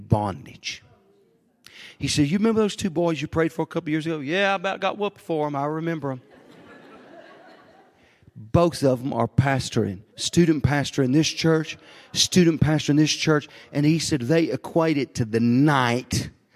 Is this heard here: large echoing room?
yes